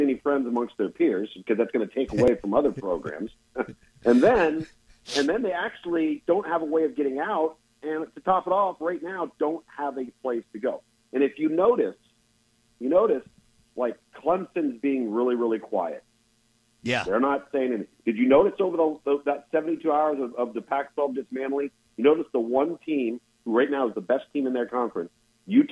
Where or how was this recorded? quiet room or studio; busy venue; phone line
phone line